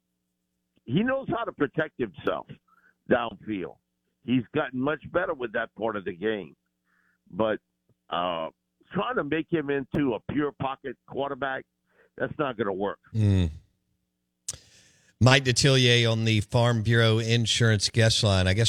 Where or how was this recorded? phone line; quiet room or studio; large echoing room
phone line